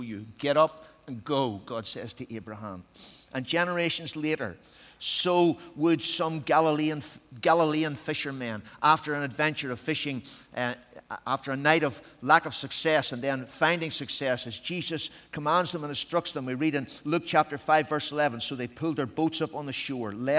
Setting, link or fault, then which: setting, live audience